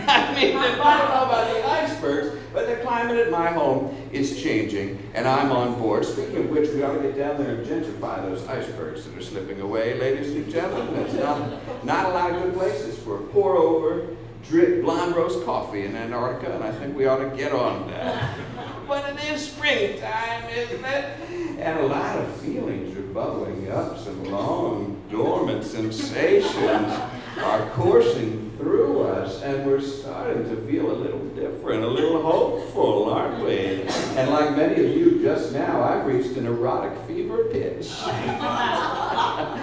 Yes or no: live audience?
yes